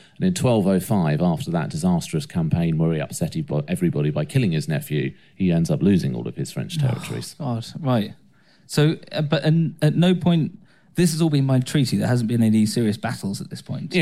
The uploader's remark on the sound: Our live show in Leeds.